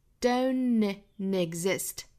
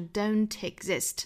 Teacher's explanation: 直接 don't 里面的这个 n 的发音跟后面的元音去做连读就可以了，相当于是把这个 t 给忽略掉了 · Shown in: first take